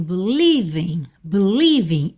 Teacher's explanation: a palavra believe, ela tem a sílaba tônica no li